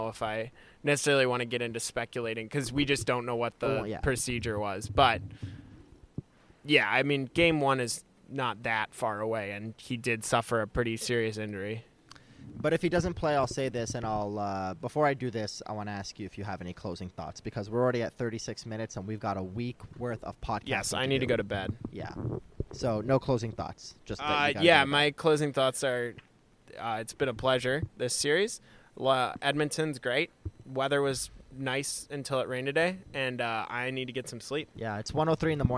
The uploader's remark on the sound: are at Rogers Place in Edmonton